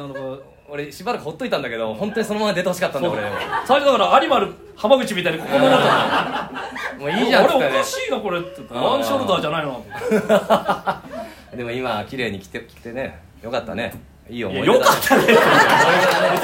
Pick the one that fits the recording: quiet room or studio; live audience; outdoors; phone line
live audience